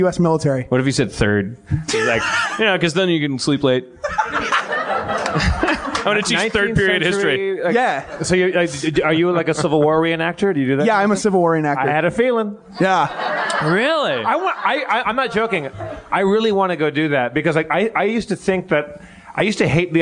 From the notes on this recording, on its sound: Note: the audience was not mic'd this episode.